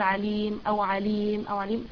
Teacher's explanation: يعني أنت لو وقفتي فقط هو اللي يكون في هذا المد العارض السكون اللي هو ممكن تطولي فيه الأربعة أو ستة